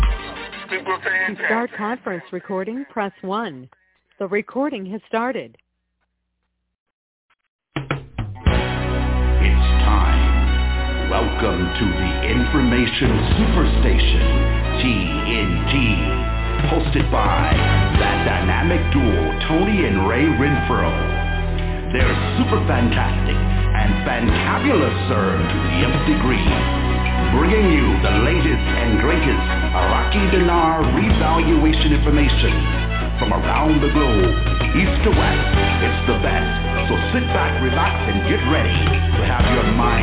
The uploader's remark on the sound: TNTSuperfantastic Conference Call